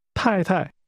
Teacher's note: That's pronounced with two falling tones.